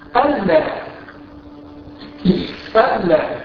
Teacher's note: أن لما جاءت ساكنة وجاءت بعدها لام أدغمت اللام أو أدغمت النون في اللام إدغام كلي إدغام كامل في أحكام التلاوة.